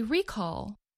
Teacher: The first syllable of the word is stressed. So we say recall, not recall.